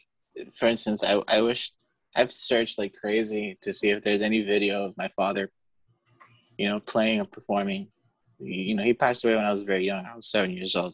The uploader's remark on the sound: via Zoom